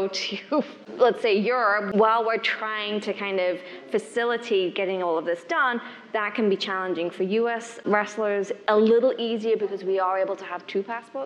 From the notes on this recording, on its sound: Hear from some of our speakers at the 2019 ELA Global Membership Conference.